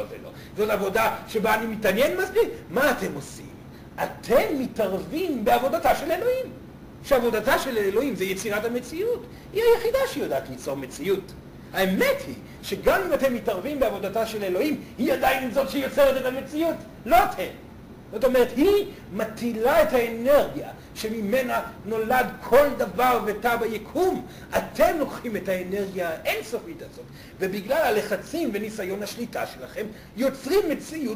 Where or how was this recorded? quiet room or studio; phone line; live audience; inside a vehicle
live audience